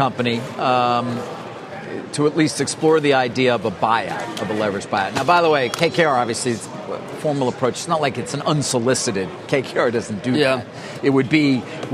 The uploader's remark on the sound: live to Hangzhou, China and Alibaba’s blowout Singles’ Day event